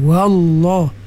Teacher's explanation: Lam pada lafuzul jalalah ditebalkan.